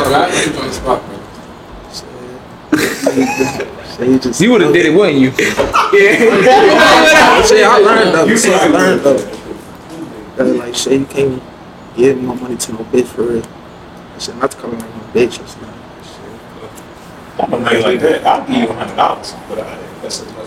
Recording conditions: outdoors